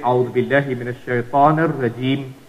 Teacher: when you're stopping at the meem, then you do it with the sukoon. · Term: waqf